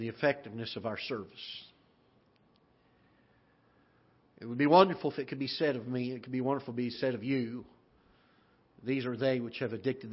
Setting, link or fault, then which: setting, large echoing room